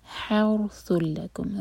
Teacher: نساؤکم حرث لکم، را ہیوی، را ساکن ہیوی، اور سا، اور سا کو ہم لام سے جوڑیں گے، یہ ہے ادغام بغیر غنہ کا